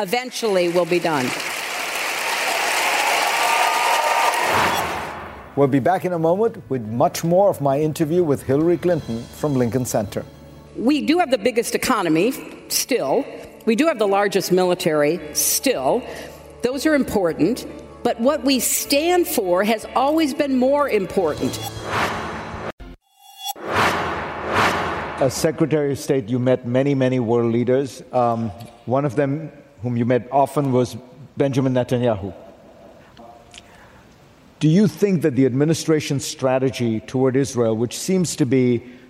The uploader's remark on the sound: at the Women in the World 10th anniversary summit